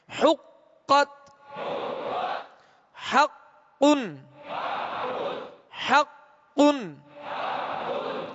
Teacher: قاف حروف قلقلہ میں سے، اس پر تشدید خوب جماؤ ظاہر ہوگا